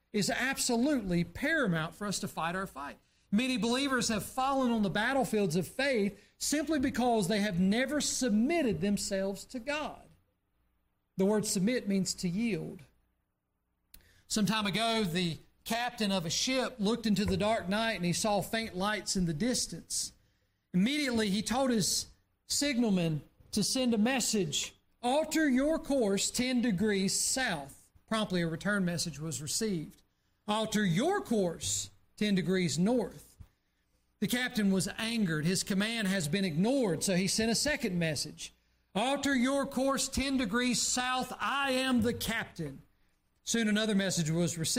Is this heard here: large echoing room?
yes